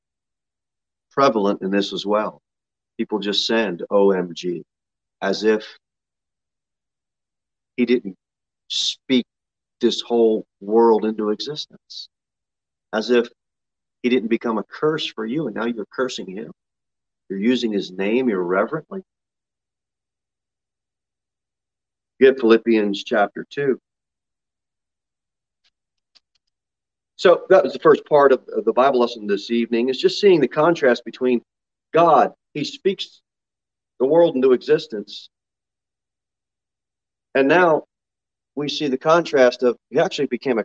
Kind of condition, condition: setting, large echoing room